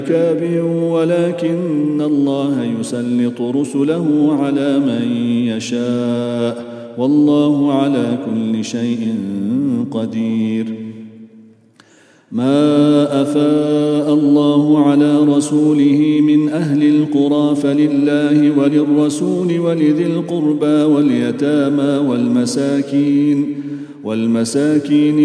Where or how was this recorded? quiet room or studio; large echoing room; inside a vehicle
large echoing room